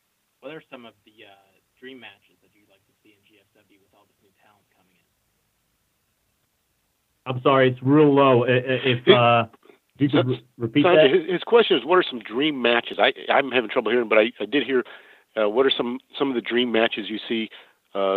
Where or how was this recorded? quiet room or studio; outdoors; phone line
phone line